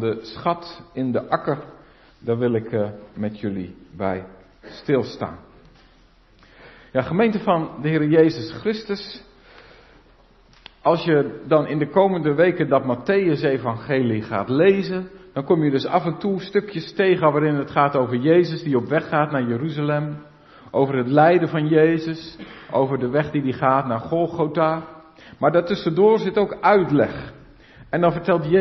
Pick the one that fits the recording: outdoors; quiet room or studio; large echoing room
large echoing room